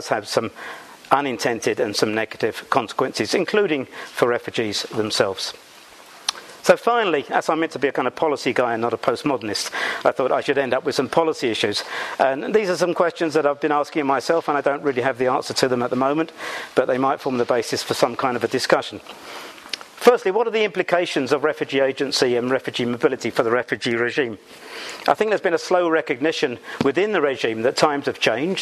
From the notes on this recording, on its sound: Recorded on 24 March 2014 at St Anne's College, University of Oxford.